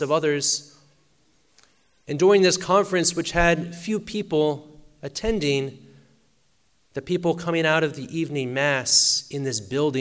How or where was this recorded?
large echoing room